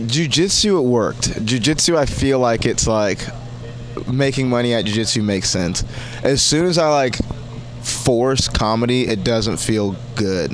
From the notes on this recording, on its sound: Banter before the Shantytown Pub Open Mic.